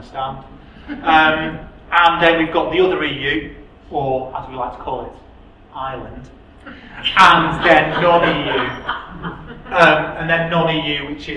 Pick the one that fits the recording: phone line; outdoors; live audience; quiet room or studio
live audience